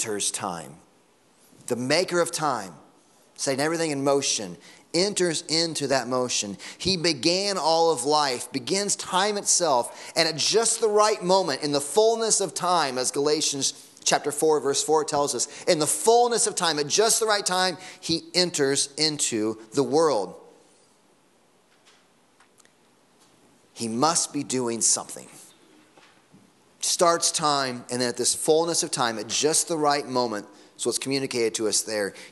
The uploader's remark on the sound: Sunday Morning Sermon Audio